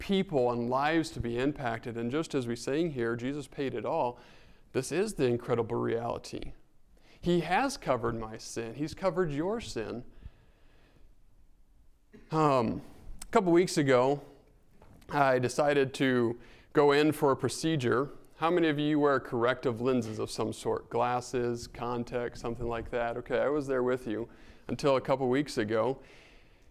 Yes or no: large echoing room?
yes